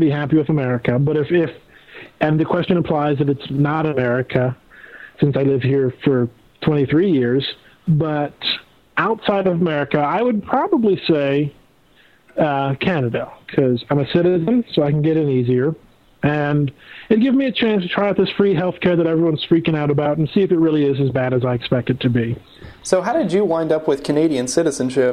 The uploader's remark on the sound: We had live Skype callers on the show once again.